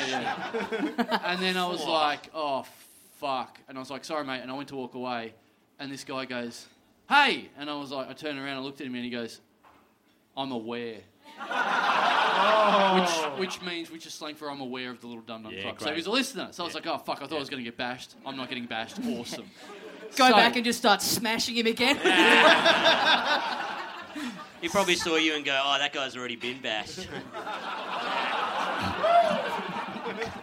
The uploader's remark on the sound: We're back in Melbourne for a boutique, sold-out live show that went EXTRA long! A live show in a small venue.